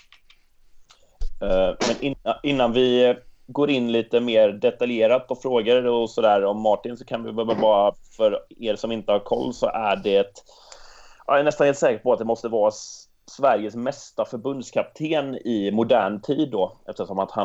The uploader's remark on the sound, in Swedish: Vi ber om ursäkt för vissa ljudstörningar som pågår under avsnittets första ca 15 minuter.